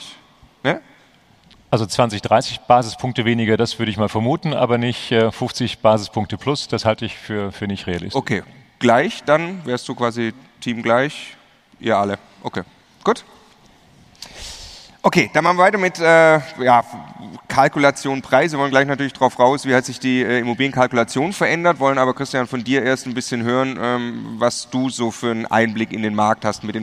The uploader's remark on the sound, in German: live vom immocation Festival